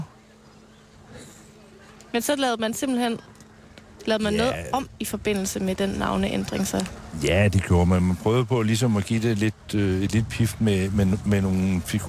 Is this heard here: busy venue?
yes